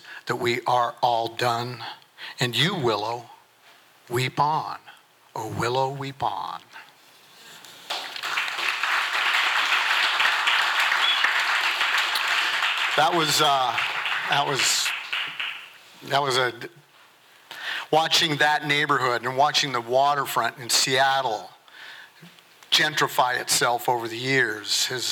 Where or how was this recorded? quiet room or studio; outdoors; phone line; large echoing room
large echoing room